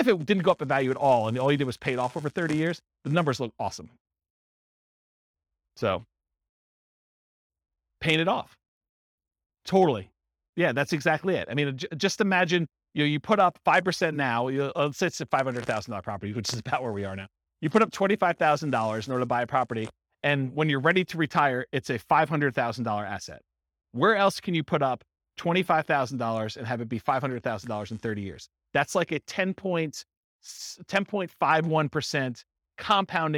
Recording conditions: live audience